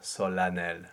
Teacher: Yes, but it's actually an A sound, solennel. And not even an A nasal, just an A. Just an A. No, no nasal vowel here.